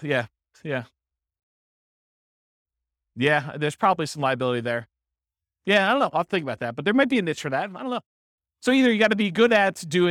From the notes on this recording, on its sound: This was a live class recorded